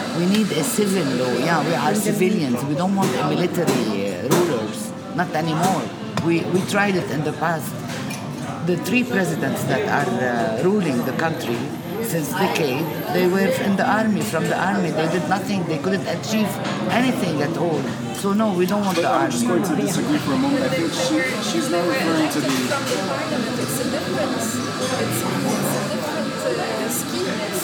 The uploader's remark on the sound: We're joined by family and friends for an improvised episode. This episode takes place at a cafe in downtown Beirut, and is recorded over two sessions: the first in the early afternoon as the protests were growing; the second in the early evening while ongoing protests continued into the night.